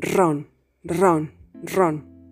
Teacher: What you commonly know as a rolled R is a voiced alveolar trill. A trill is an airflow that causes a vibration.